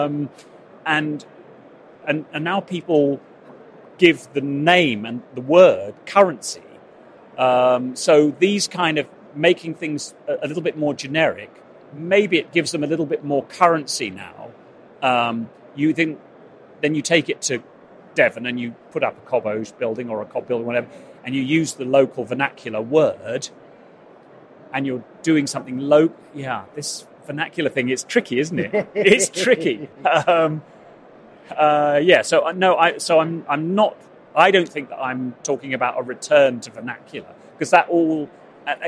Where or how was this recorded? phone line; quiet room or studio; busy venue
busy venue